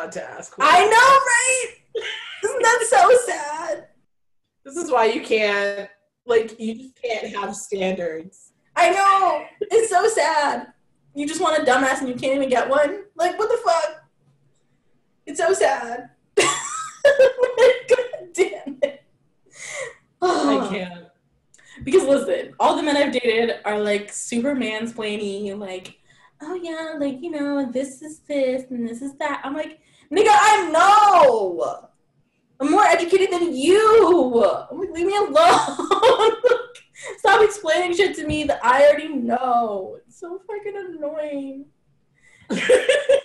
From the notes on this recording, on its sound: We apologize in advance for any technical errors with the audio!